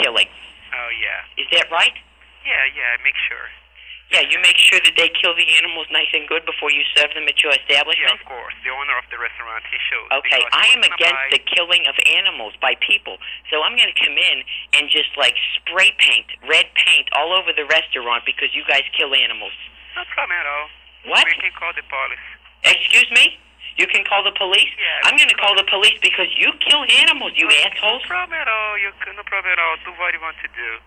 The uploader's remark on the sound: RBCP's Personal Prank Phone Calls Collection